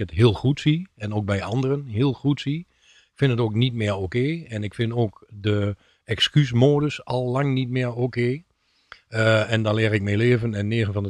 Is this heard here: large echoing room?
no